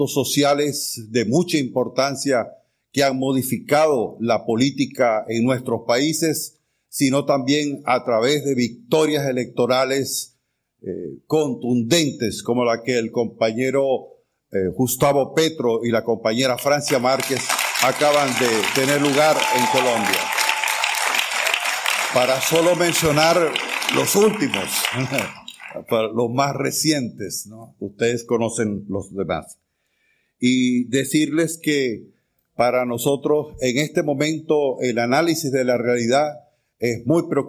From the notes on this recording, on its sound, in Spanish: Cumbre por la Paz #OTANNO. El audio de las diferentes intervenciones de uno de los actos organizados en esta Cumbre por la Paz.